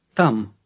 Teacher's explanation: It starts with a T sound, as you might guess, but it's not as explosive as the English T